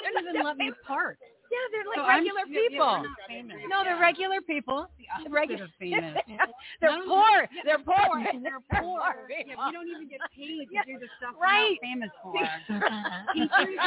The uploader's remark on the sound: LIVE FROM REAWAKEN TOUR IN PHOENIX